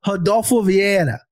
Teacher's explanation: Your Brazilian Portuguese was perfect. The rolled R was perfect.